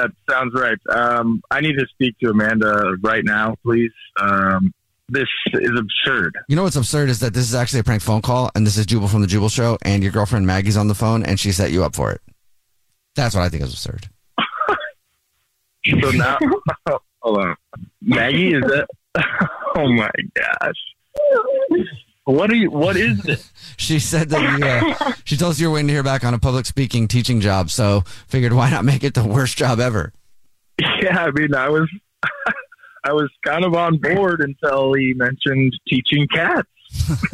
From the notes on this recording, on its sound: Phone prank style.